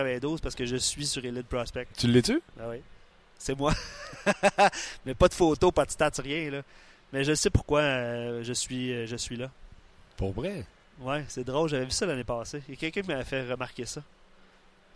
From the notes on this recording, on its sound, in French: En direct de l'entraînement du CH à Brossard. Au bout du fil.